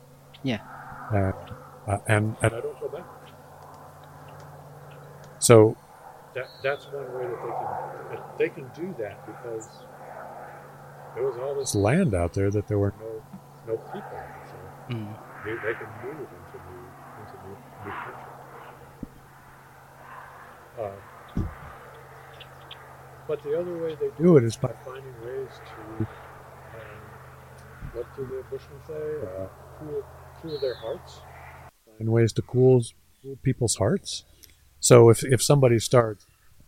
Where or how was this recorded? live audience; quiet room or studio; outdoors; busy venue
outdoors